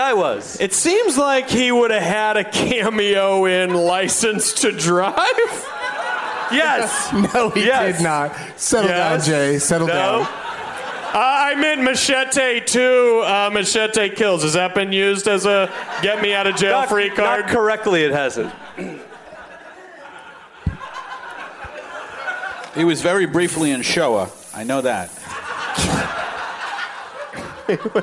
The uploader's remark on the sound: Live from New York City's Irving Plaza